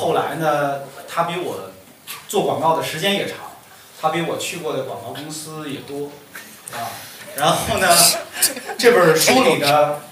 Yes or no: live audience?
yes